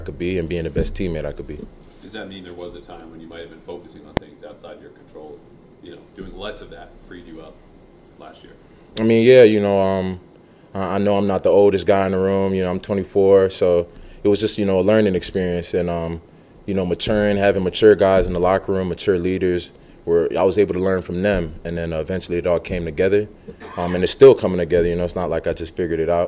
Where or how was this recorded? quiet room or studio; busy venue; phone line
busy venue